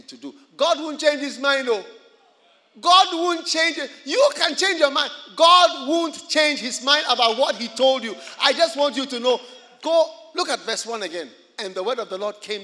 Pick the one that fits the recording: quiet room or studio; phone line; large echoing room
large echoing room